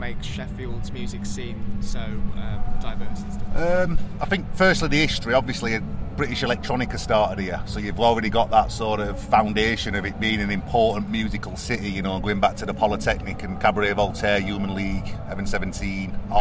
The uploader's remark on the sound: TRAMLINES FESTIVAL PRESS CONFERENCE